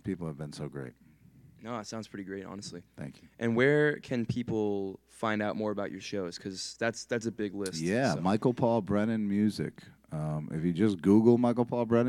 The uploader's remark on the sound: Hosts a performance and interview. The Parlour for hosting this recording at their fine space on North Main Street in Providence.